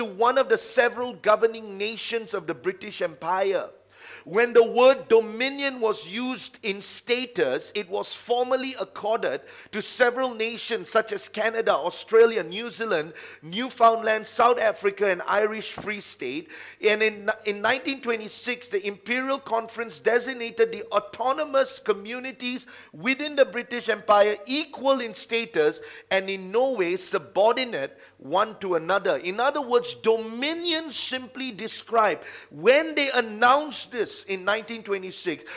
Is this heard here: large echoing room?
yes